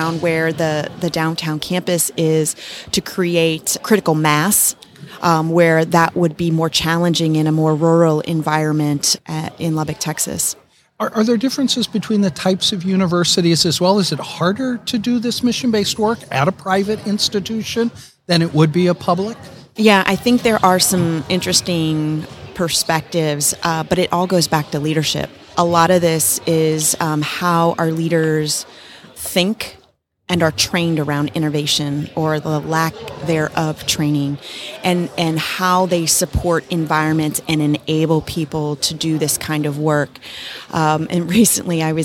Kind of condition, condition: setting, busy venue